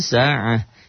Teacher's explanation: Kecuali kalimat-kalimat yang huruf akhir tak marbutoh, segala baris, baris apapun, bila diwakofkan, taknya dibaca ha dalam posisi sukun, dalam posisi mati. Jadi, mau sa'atin, mau sa'atun, mau sa'atan, mau sa'ati, mau sa'atun, jika dihentikan sa'ah.